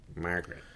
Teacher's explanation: Yeah, that the nasal consonant bleeds into the vowel that follows, yeah. And that R tends to take some nasality, Margaret.